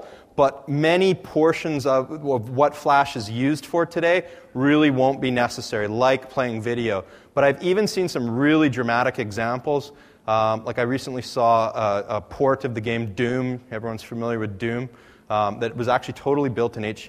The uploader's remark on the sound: AusCERT presentation. The following is a recording of a presentation.